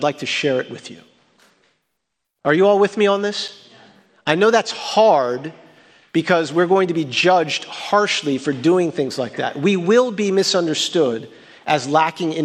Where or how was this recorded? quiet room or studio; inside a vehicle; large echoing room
large echoing room